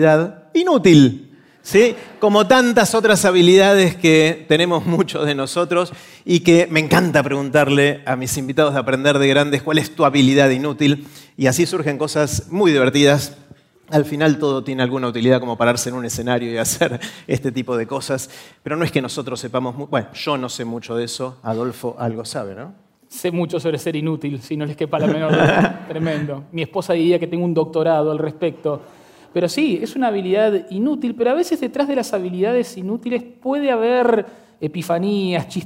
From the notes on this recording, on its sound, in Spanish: Este es un episodio muy especial de Aprender de Grandes que grabamos con audiencia en vivo en el Centro Cultural de la Ciencia en Buenos Aires.